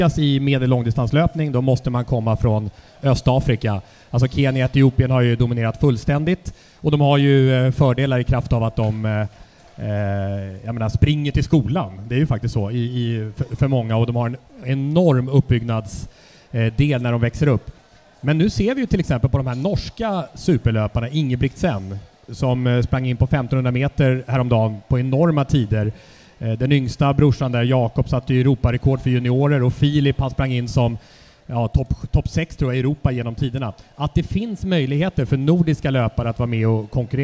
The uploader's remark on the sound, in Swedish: Inspelning inför publik i samband med friidrottsgalan i Karlstad.